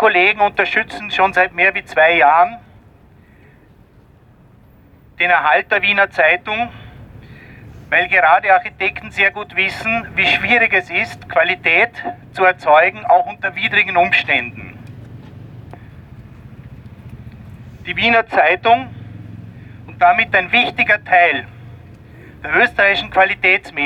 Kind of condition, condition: setting, outdoors